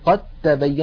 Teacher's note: ننطق تاء مشددة فالدال قد أدغمت في التاء